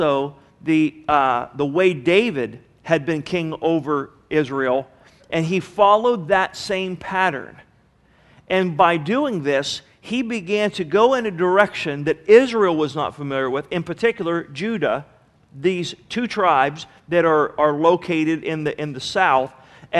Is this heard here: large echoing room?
yes